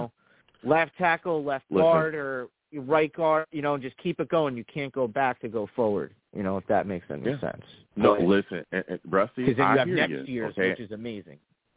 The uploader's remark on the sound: I also take live callers!